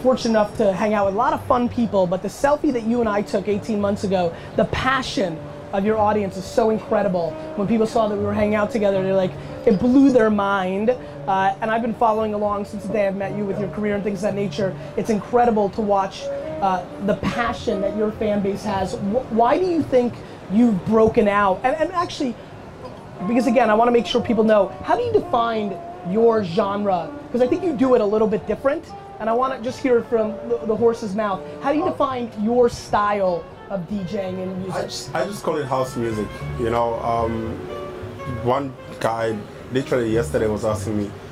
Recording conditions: outdoors